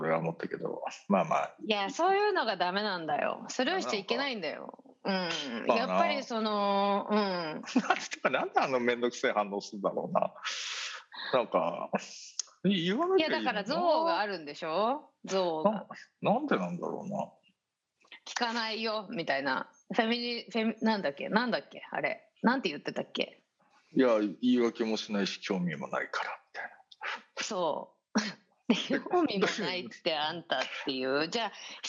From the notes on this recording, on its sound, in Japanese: 本収録はビデオ会議サービス「Zoom」を使用し。一部聞き取りづらい箇所があります。